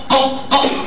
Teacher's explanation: اقصى اللسان من فوق من فوق قق يبقى يخرج منه حرف القاف